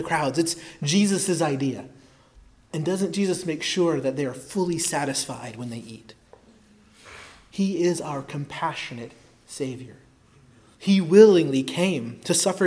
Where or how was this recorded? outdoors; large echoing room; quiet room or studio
large echoing room